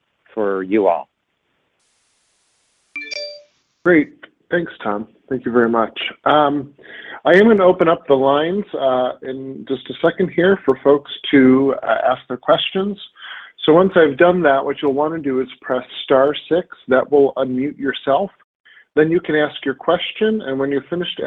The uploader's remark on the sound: This teleconference